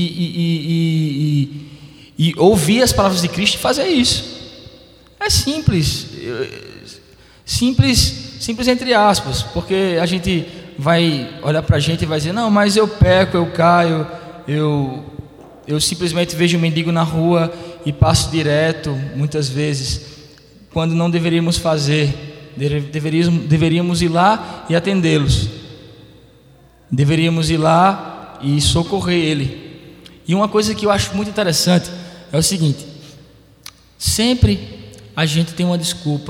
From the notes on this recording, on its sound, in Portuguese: Debate. Além da participação do público presente.